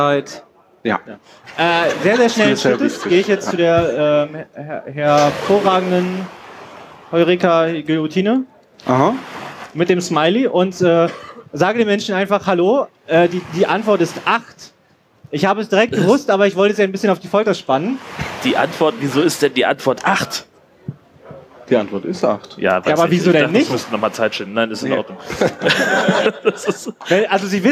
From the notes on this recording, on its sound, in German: 33c3-sendezentrum. Eine Kandidat:in aus dem Publikum kämpft live um ihr überleben.